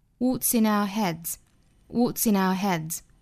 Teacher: head 这个头这个单词加上 s 变复数呢读成的是 z · In our heads 那这四个词连接在一起读成 What's in our heads What's in our heads 这里需要讲一下呢就是 what 加上 s 的读法是一个 ts 也就相当于我们汉语里一次两次次的声母